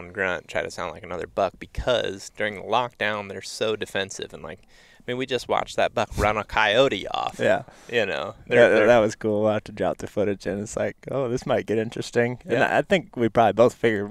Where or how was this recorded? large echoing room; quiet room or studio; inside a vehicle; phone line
inside a vehicle